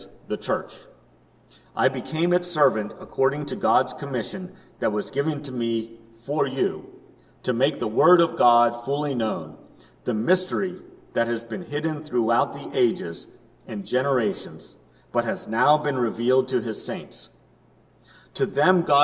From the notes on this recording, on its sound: Preached at First Presbyterian Church of Rolla on July 17, 2022.